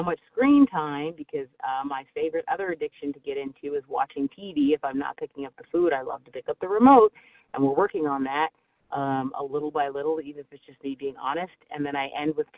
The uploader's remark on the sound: 100 Pounders Phone Meeting